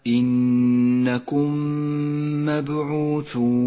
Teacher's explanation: الميم الساكنة بعدها ميم متحركة، تدغم الميمان مع بعضهما فتصيران ميما واحدة مشددة لونت بالأخضر إشارة إلى احتياجها إلى غنة زمنها 2 حركات. · Term: الإدغام الشفوي